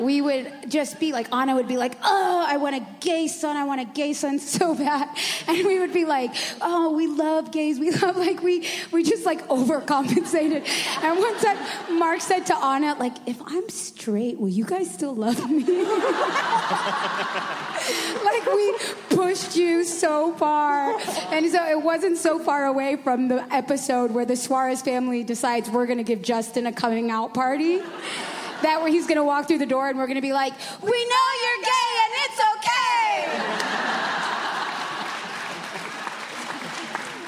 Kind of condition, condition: setting, busy venue